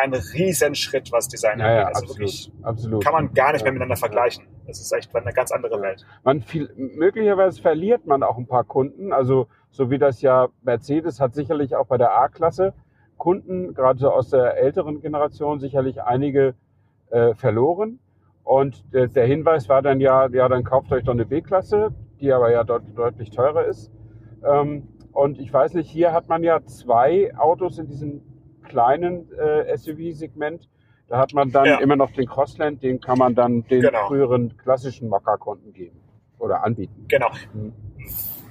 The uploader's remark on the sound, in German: Auf Testfahrt: Opel Mokka und Mokka-e. Mit dem kompakten Hoffnungsträger haben wir ein paar Runden gedreht – und nebenher unsere Aufnahmegeräte laufen lassen. Mehr Autotelefonie geht kaum.